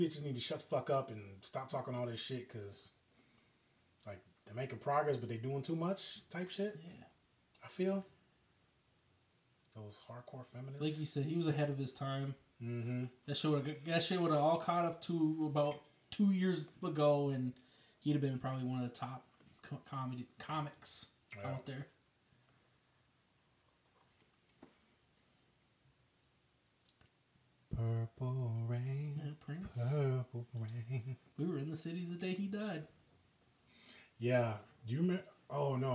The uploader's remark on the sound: This is kind of a raw cut I edited this and the audio got messed up so instead of re editing I'm just putting it out. All the long pauses and fuck ups.